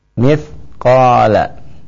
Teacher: Mith ya, perhatikan huruf tha, makhraj huruf tha keluar dari ujung lidah dengan bertemu ujung gigi seri yang atas